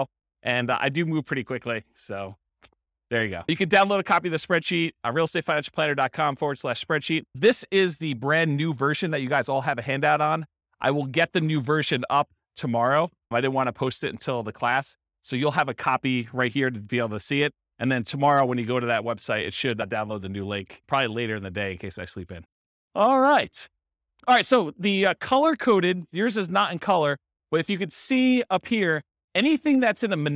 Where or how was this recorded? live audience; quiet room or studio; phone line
live audience